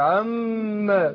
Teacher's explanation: هي الميم مشددة حركتين حركتين